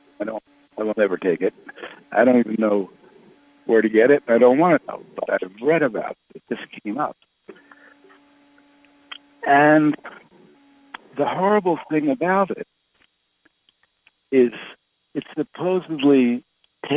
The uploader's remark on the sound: Conference Call LIVE